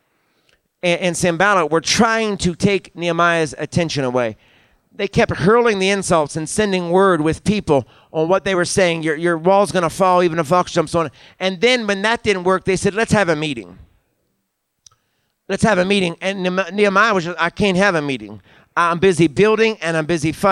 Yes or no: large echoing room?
yes